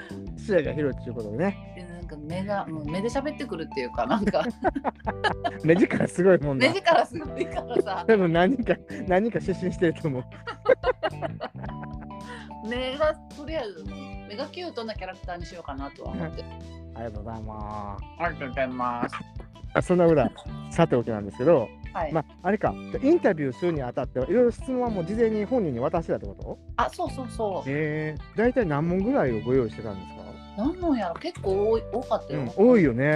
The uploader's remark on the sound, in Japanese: 散歩しながらの収録でめちゃんこ電波とぎれるやん